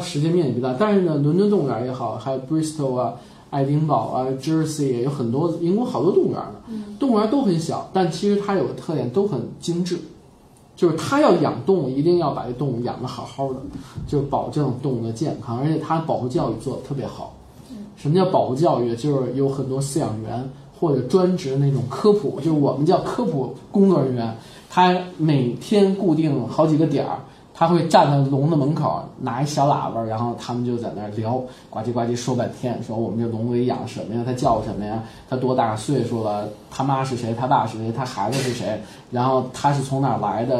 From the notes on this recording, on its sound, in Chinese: 本期节目为在张大妈办公区用录音笔录制，可能有街道上的杂音，请见谅。